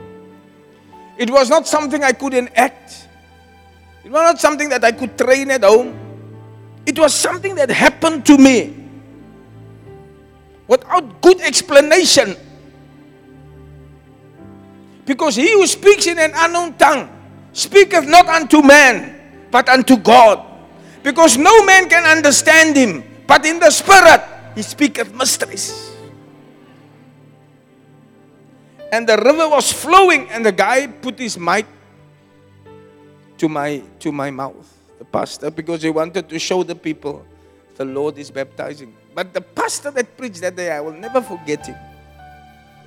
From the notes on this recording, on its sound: Preached at Zion Sanctuary